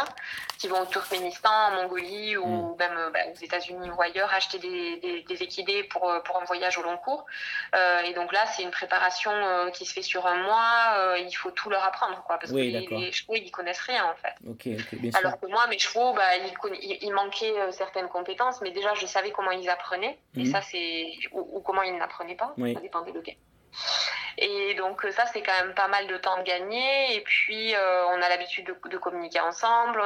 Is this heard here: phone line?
yes